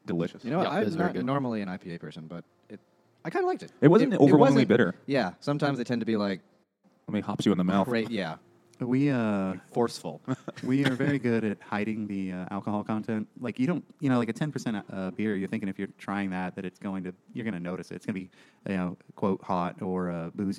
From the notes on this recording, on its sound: Moby Dick by Herman Melville at Finback Brewery.